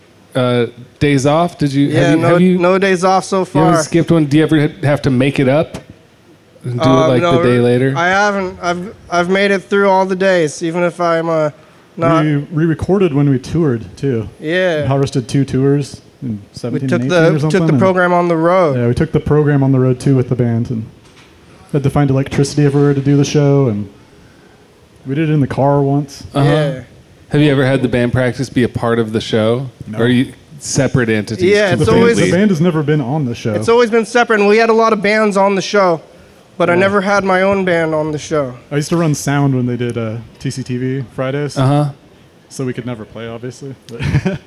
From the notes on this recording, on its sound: Today’s show was recorded on July 16th behind the Carnegie Library in Olympia, WA.